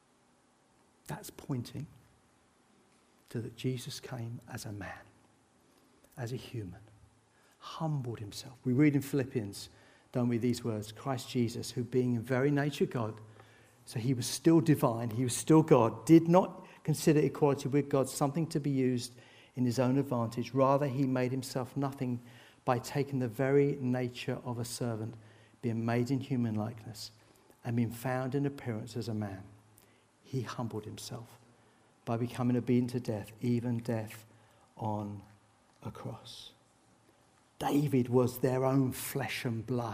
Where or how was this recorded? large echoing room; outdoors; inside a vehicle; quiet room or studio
large echoing room